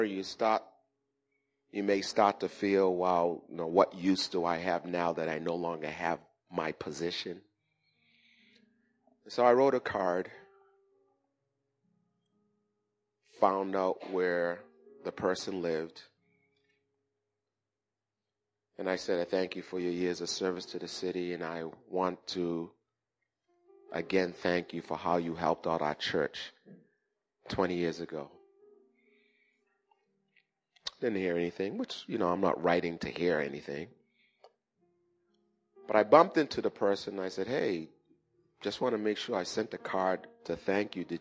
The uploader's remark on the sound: Recorded at the 08:30am Service on 2017-05-07.